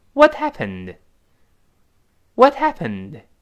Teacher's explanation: 最后那个 t，憋住气，失去爆破